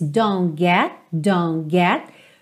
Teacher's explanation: Percebe que os T's de don't e get ficam inaudíveis.